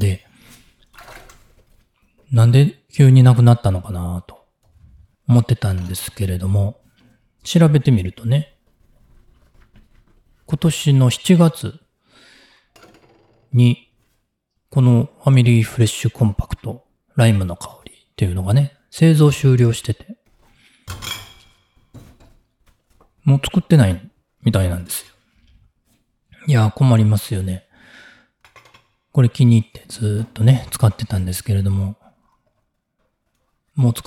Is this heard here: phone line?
no